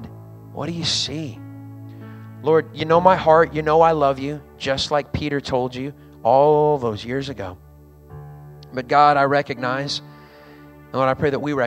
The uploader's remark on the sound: recorded on Sunday, October 30th, 2022, during service at The Anchor Church in Rockport, Maine